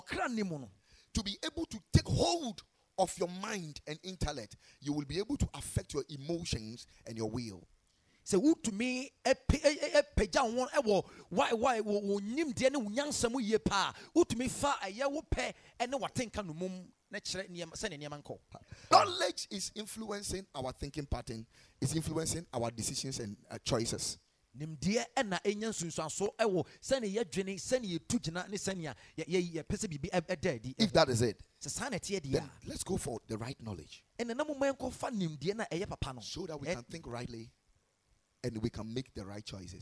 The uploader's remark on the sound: Preached at Ekklesia Chapel